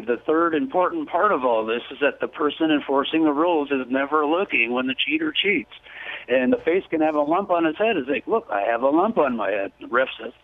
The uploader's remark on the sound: Listeners call